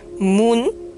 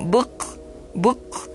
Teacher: La palabra M-O-O-N, moon, es una U normal, pero la palabra B-O-O-K es como book, book, libro, es más gutural. · Term: U más gutural